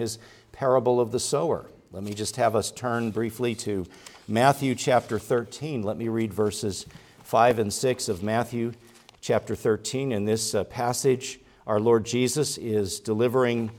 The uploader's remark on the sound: preached at Grace Orthodox Presbyterian Church in Sewickley, PA, during the evening Worship Service